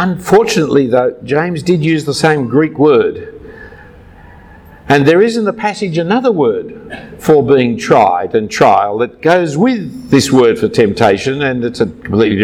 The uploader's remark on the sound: A talk given at a Brisbane Ministry Conference in 2015.